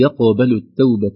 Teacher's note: فالياء حرف مرقق لا ينبغي أن يتأثر بالقاف